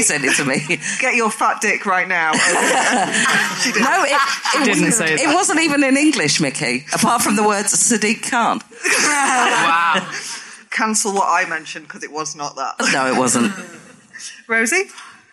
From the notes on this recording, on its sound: This episode was recorded in front of a live audience at The Stand Comedy Club, as part of the Edinburgh Fringe back in August.